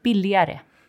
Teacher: you kind of made that G a soft G because you're speaking quickly